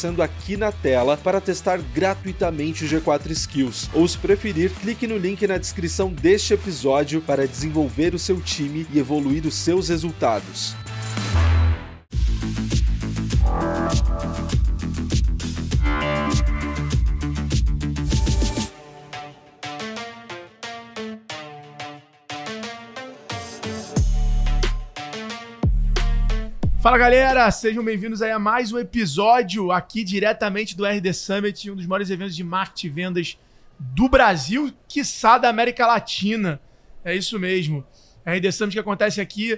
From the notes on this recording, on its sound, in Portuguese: gravado diretamente do RD Summit, o maior evento de Marketing, Vendas e Inovação da América Latina